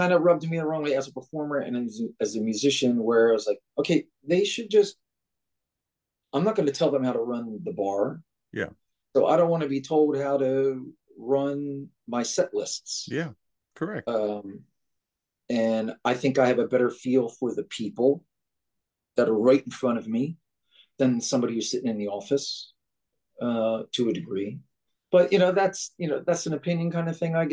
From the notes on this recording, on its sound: Zoom conversation